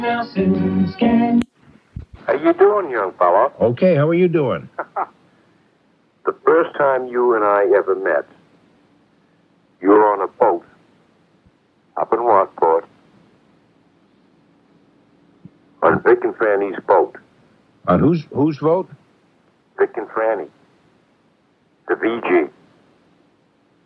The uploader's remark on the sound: I’m on the phone. Producing and playing in studio.